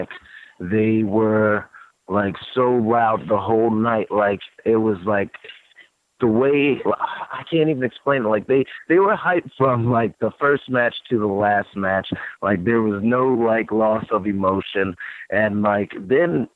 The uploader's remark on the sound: the full audio from Impact Wrestling's June 27, 2018 media call